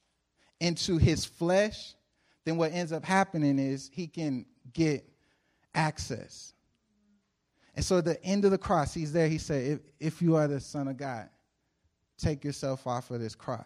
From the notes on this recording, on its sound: Preached April 5, 2014 at The Living Room Church in Van Nuys, CA.